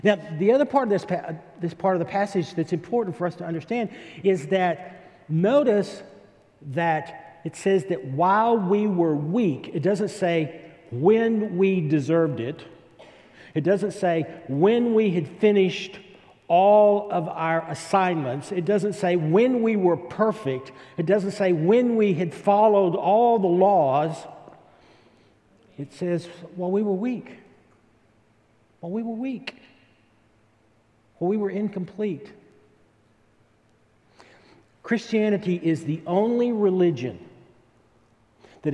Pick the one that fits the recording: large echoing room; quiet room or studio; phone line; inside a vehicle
large echoing room